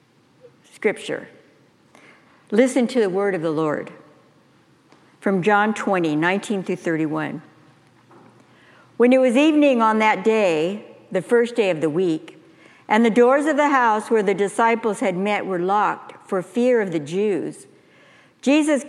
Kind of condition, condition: setting, large echoing room